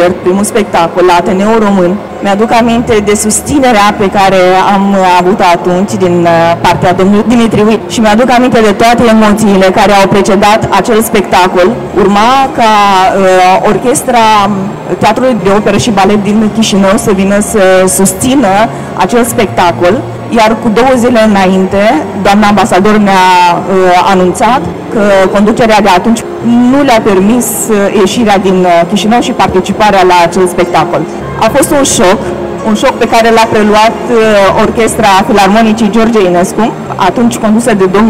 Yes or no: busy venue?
yes